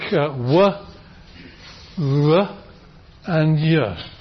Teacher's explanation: the consonants where there's no turbulence and no cessation of airflow · Term: approximants